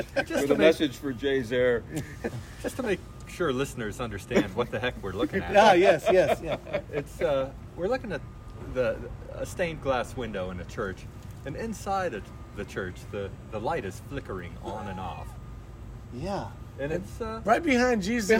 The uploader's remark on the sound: We sat outside for this one!